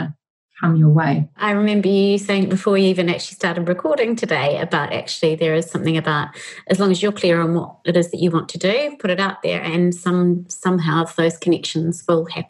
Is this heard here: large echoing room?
no